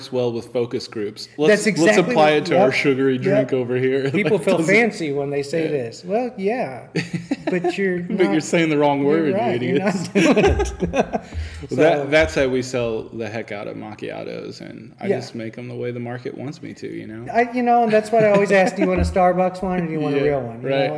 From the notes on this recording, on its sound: Thanks to AVRC for letting us record in the backroom at the shop!